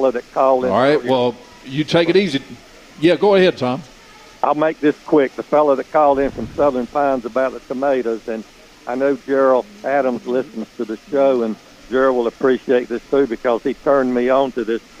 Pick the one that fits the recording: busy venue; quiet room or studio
busy venue